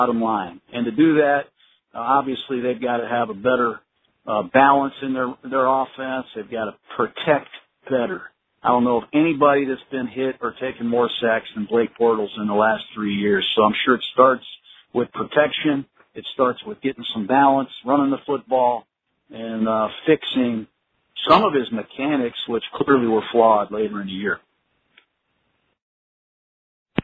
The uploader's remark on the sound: NFL Draft Conference Call